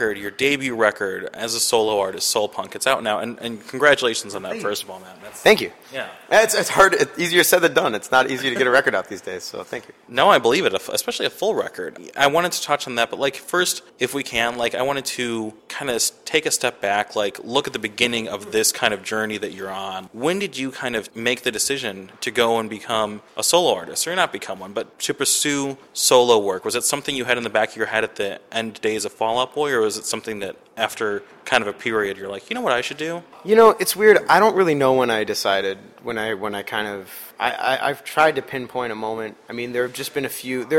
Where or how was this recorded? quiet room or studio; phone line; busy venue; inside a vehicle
busy venue